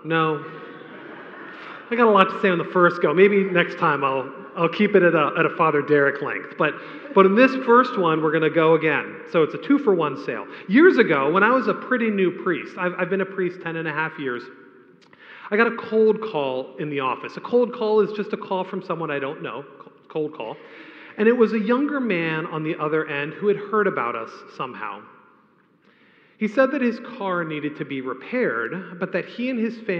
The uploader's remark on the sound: A homily preached on the Second Sunday of Advent